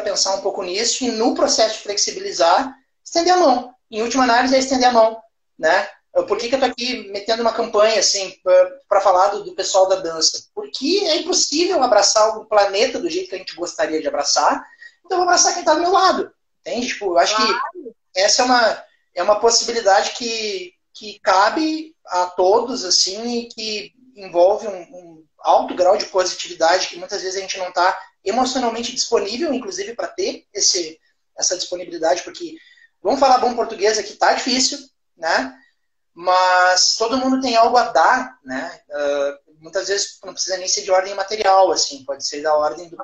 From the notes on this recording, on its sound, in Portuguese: de forma que a qualidade do áudio não é a mesma dos eps anteriores